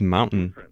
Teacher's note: La letra T se pronuncia diferente y la están pronunciando como lo que llamamos la oclusión glotal.